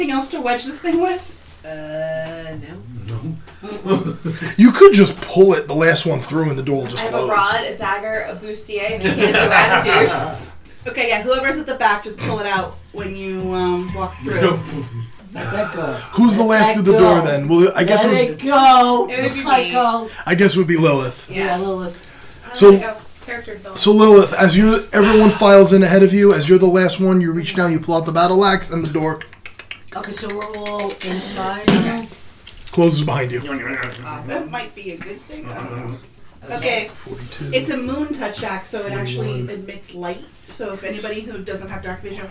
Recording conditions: sounds in the background